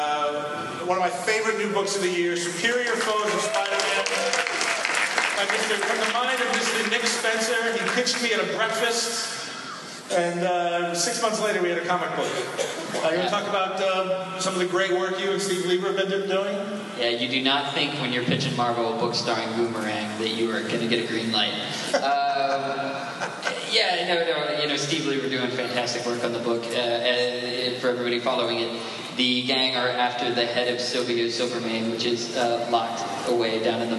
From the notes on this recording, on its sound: New York Comic-Con ’13. Then they feature exclusive audio from the Superior Spider-Man and Friends panel with commentary.